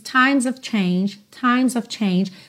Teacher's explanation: esse of, of, sempre vai ser pronunciado ov. E quando vem assim entre duas palavrinhas, times of change, times of change, você percebe que o próprio o fica bem sutil, que ela funciona realmente como uma palavrinha de ligação, ok?